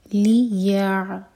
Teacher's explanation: عین پر سکون ہے تو جھٹکا نہ آئے